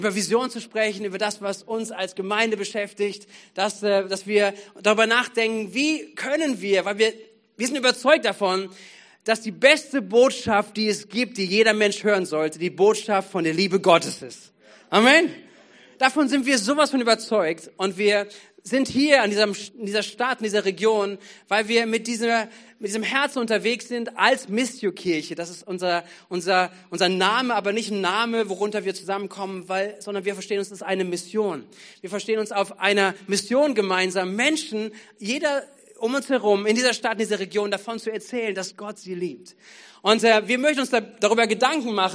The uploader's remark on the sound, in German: Gottesdienst am 13.11.2022